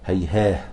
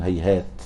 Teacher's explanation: الكسائي والبزي يقفون عليها إيه؟ هيهاه بالهاء، والجمهور القراء يقفون هيهات بالتاء